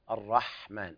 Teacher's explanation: الحاء ساكنة ليس فيها قلقلة